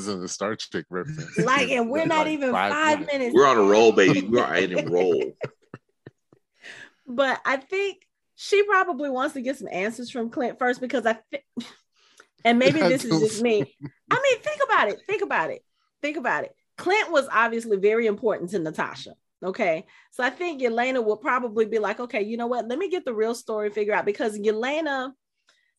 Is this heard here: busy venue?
no